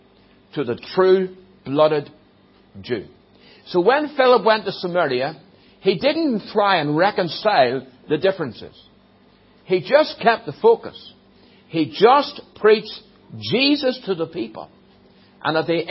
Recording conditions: large echoing room